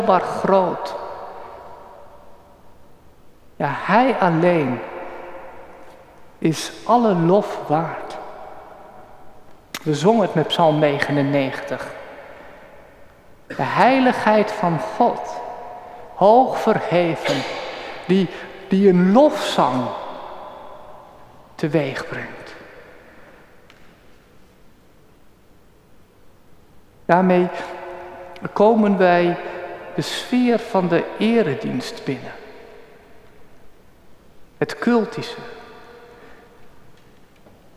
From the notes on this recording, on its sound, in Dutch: Opgenomen op 16 juli 2023 in de Noorderkerk te Amsterdam.